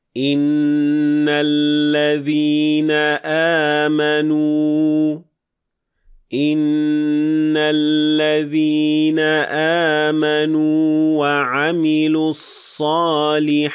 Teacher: you will extend the waw for two counts as a natural mad letter